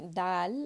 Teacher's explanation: Same thing for dal, I can feel that my top of the tip of the tongue is touching my gum line